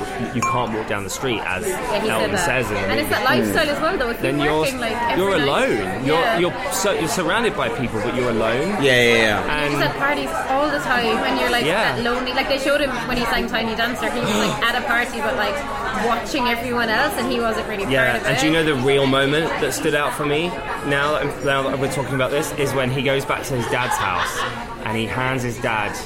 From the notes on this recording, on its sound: Apologies for the poor audio quality on this one, the bar was unexpectedly busy.